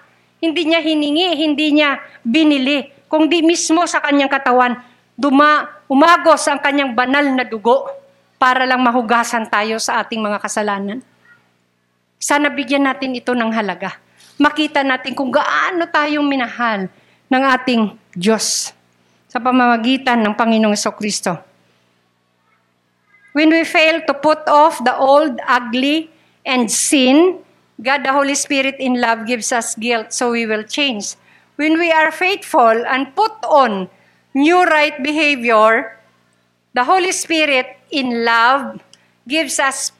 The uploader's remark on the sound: Recorded live at The Shepherd Of Faith Family Church on February 13, 2022.